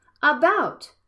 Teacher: The first one is a schwa, and the second vowel has a stress.